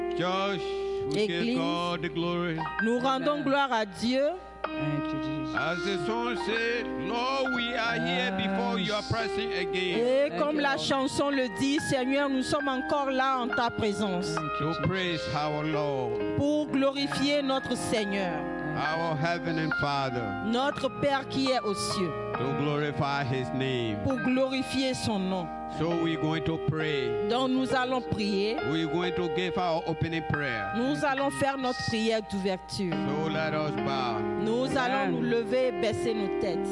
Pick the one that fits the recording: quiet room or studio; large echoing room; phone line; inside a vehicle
large echoing room